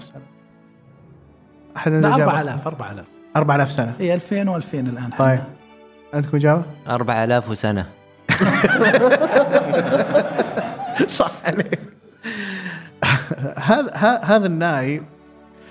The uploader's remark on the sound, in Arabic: وشاركنا جمهورنا تحدي التعرف على اسماء المقطوعات الموسيقية من خلال سماعها. هذه الحلقة سُجلت أمام الجمهور وتم تسليم جوائز قيمة للفائزين بفقرة "أسئلة الجمهور".